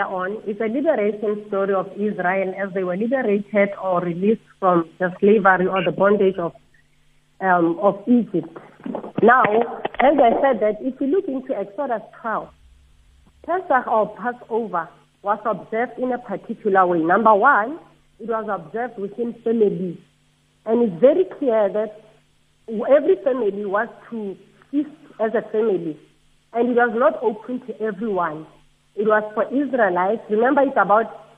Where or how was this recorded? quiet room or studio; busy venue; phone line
phone line